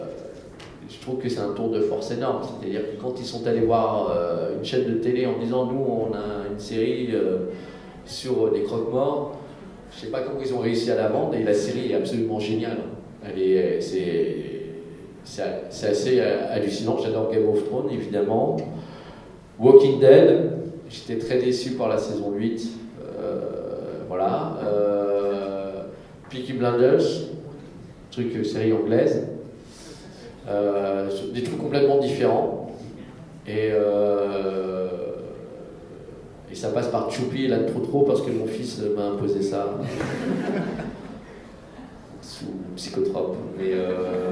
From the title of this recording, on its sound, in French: Conférence TGS Springbreak 2017